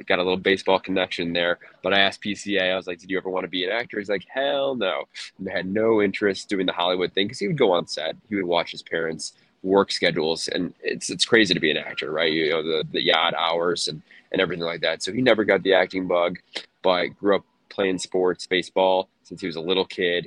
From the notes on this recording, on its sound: live from LAX